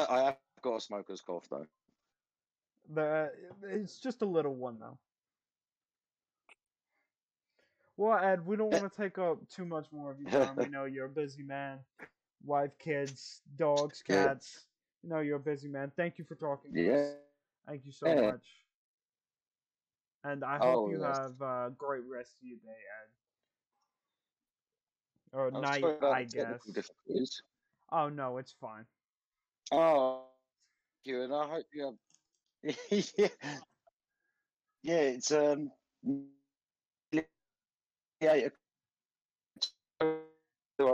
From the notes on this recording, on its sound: Sorry about the technical difficulties.